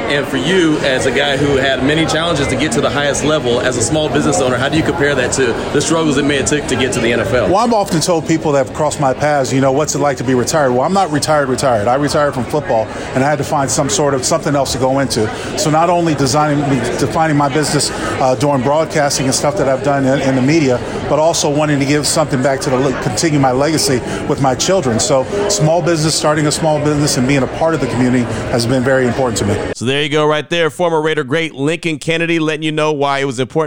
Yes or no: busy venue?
yes